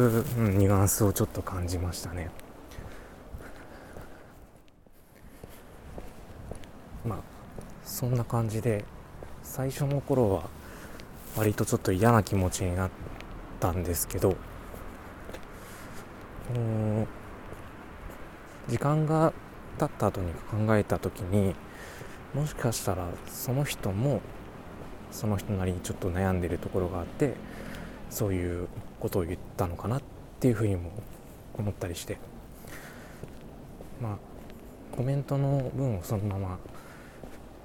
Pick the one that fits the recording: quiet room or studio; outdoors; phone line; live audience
outdoors